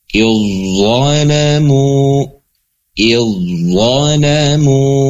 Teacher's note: Zal dengan zo ya, mirip-mirip ya, seperti itu. Karena huruf zal itu huruf yang secara sifat lebih tipis, ataupun tipis, zo itu tebal. Contoh dalam lafad, iz zolamu, iz zolamu. · Term: idgham